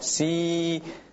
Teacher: bagian tengah lidah dia naik sedikit. Seperti pada posisi huruf ya, dan juga rahangnya turun. Ya, rahang bawah dia turun ke bawah.